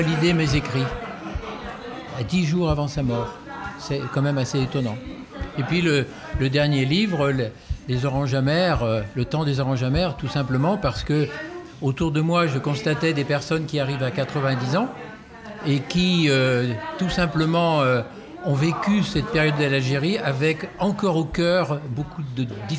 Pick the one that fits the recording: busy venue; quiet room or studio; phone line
busy venue